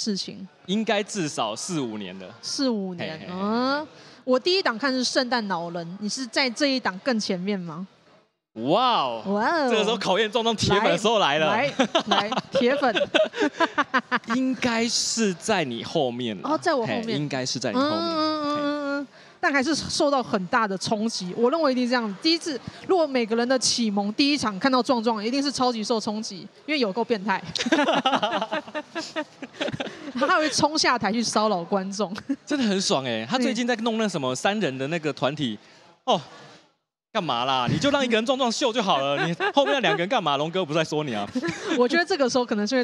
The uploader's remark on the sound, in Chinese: 這一集出外景！來到台南講open mic，表演完立刻就在肯德基錄podcast！